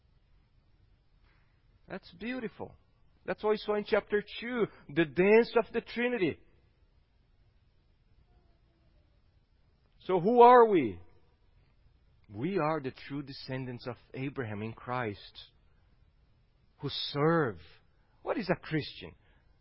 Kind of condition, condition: setting, large echoing room